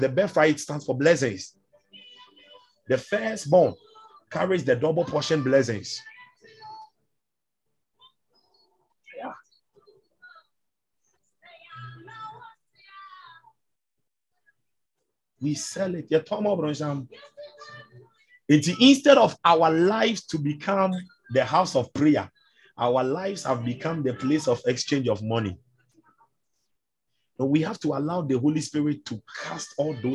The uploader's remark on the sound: ZOOM SESSION